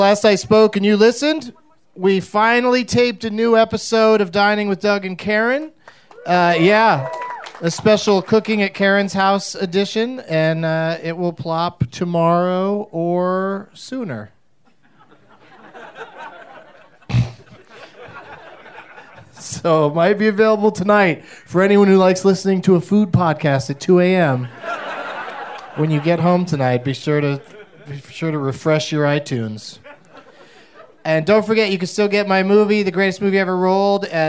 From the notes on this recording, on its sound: Live from Flappers in Burbank, CA